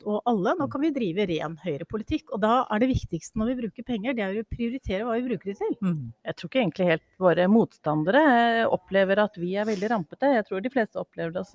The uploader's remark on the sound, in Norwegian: Vi er live fra Høyres Landsmøte 2022 på Gardemoen!